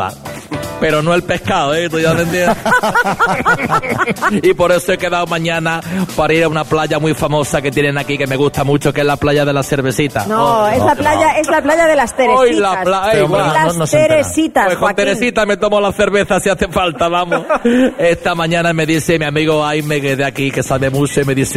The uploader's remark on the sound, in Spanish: Las Mañanas KISS en directo desde SANTA CRUZ DE TENERIFE